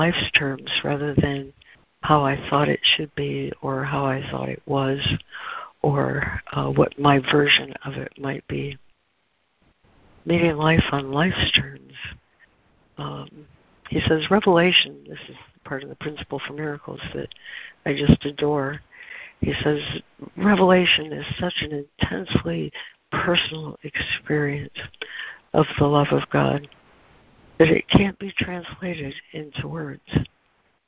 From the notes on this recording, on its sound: ACIM Daily Conference Call